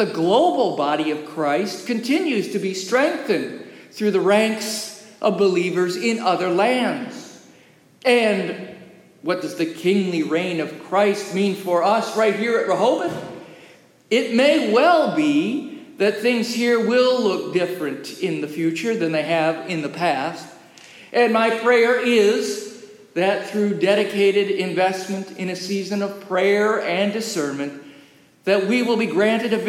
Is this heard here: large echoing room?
yes